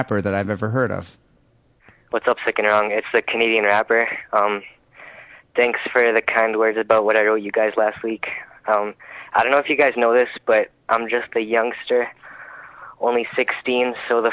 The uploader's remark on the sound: Phone calls